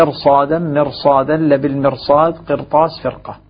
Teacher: هذه الخمس كلمات في القرآن الكريم الراء لجميع القراء فيها مفخمة · الراء ساكنة قبلها كسر أصلي في نفس الكلمة ولكنها تفخم لأنه قد جاء بعدها حرف استعلاء من أحد حروف خص ضغط قبل حرف الاستعلاء الذي بعد الراء الساكنة يمنع من ترقيق بعد الراء الساكنة في نفس الكلمة.